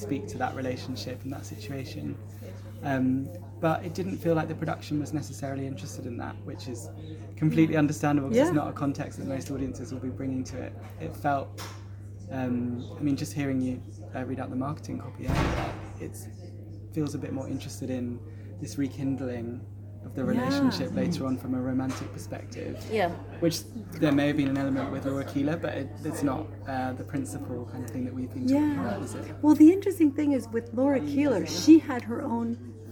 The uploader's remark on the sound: On location in London. Variation in sound quality comes from recording in public spaces or in transit.